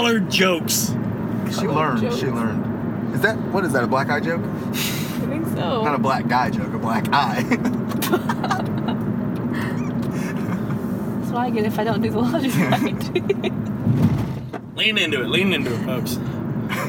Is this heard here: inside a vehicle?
yes